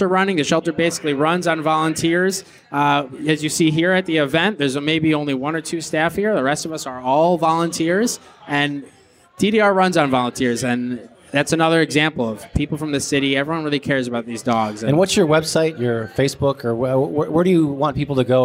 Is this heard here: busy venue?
yes